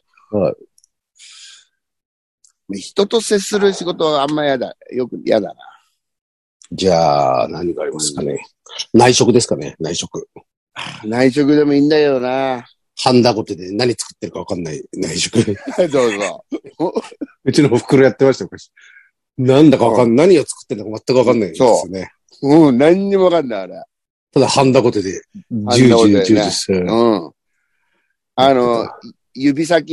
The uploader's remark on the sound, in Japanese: ZOOMで収録